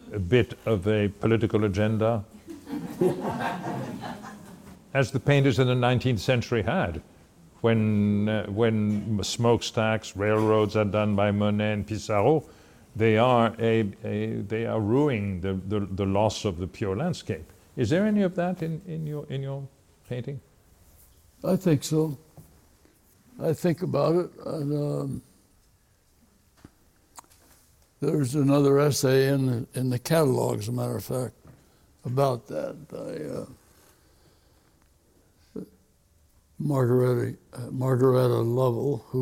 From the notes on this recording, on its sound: Recorded in front of a live audience at Acquavella Galleries in New York.